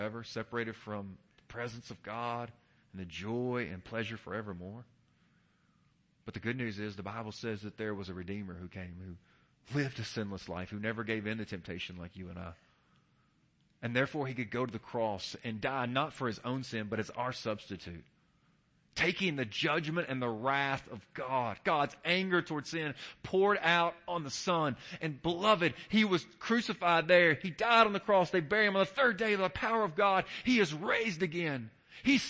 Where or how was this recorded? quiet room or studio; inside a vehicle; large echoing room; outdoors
large echoing room